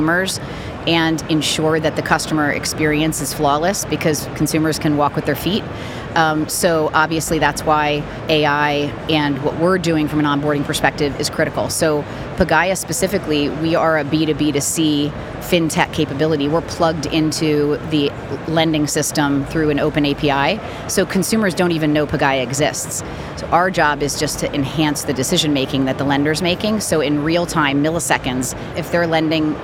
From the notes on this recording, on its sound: The fourth and final episode recorded at Money20/20 USA. The event took place at The Venetian, Las Vegas. We recorded a series of interviews from the Instnt's booth with a number of the speakers and attendees at the event.